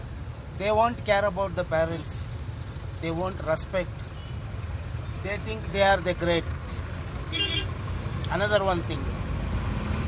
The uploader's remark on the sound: Conversation i had with interesting autowala while riding from Indra Ngr to Kormangla, Bangalore.